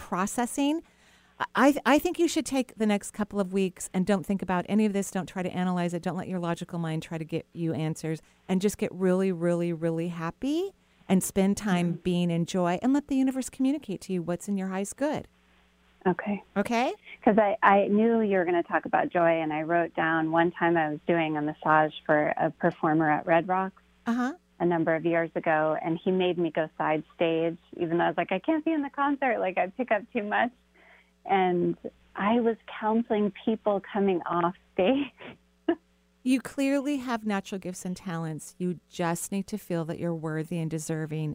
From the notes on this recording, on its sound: Enjoy this call in show